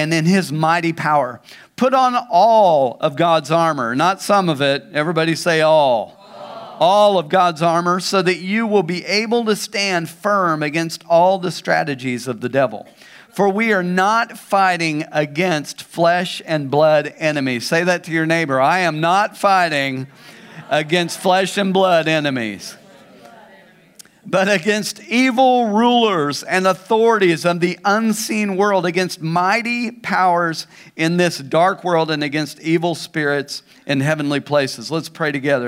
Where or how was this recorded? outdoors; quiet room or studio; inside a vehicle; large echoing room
large echoing room